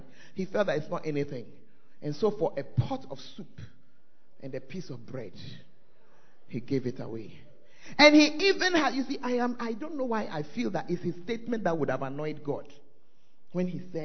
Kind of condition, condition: setting, large echoing room